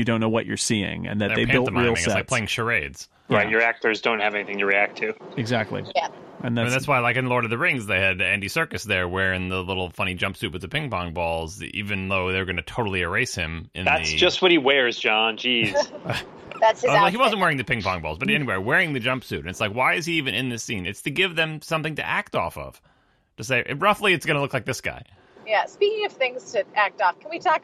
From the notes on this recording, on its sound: phones in from her car